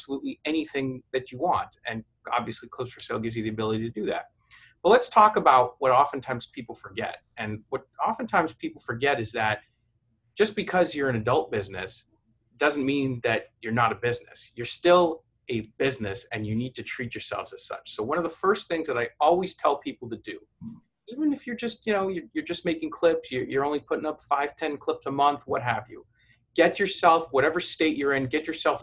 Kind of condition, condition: link, video call